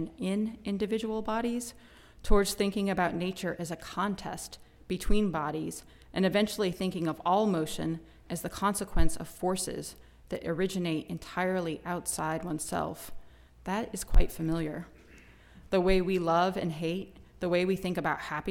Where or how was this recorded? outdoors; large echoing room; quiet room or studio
large echoing room